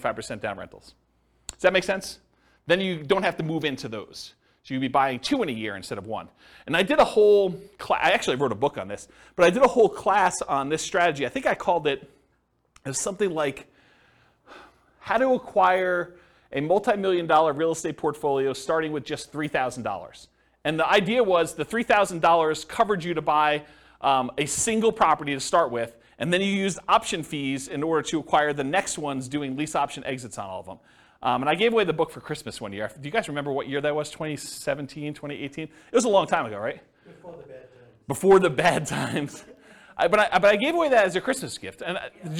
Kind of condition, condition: setting, live audience